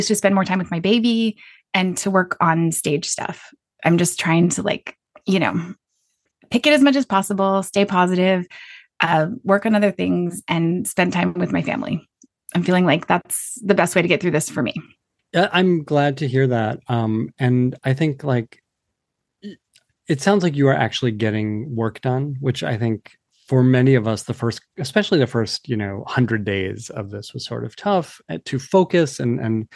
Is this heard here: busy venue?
no